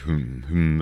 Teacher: A mö az indokolt, hiszen csukva van a szánk, mint a mönél, és az orrunkon jön ki a levegő · Term: orrhang